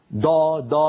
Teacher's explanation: مهما ضغط الإنسان على مقدمة فمه دا دا، مهما قال دا ولب دال، مهما حاول أن يفخم لن يخرج معه ضاد، بل ستخرج معه دال مفخمة، وليس في لغة العربي دال مفخمة، الدال في لغة العربي مرققة.